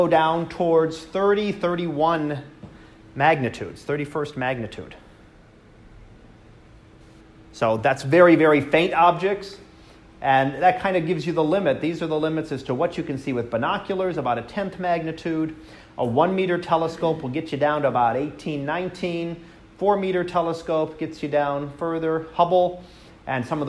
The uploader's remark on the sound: Live Class Lecture